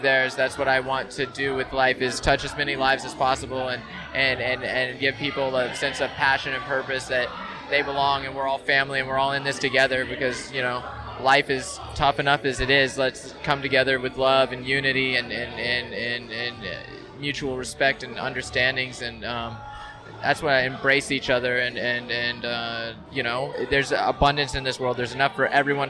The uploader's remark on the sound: Live in person at Los Angeles Swim Week, which was having its first run-through in the LA area. We had surprise guests.